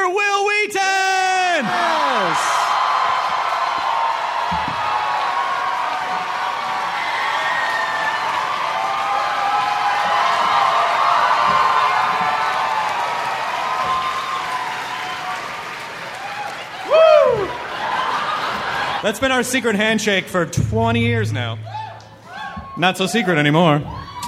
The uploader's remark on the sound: Recorded live in front of 800 Nerds at San Diego Comic-con.